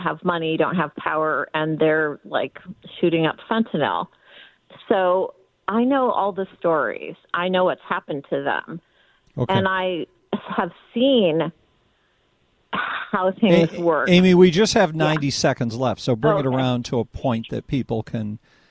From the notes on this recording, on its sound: takes phone calls.